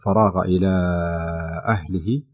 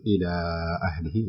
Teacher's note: من قوله تعالى فراغ إلى أهله، هذا مد منفصل إلى أهله، لأن الحرف المد في نهاية الحرف الأول اللي هو إلى أو الكلمة الأولى، ثم الهمزة وهو السبب في هذا المد في بداية الكلمة الثانية، فيكون هنا معنا مد منفصل يمد · Term: المد المنفصل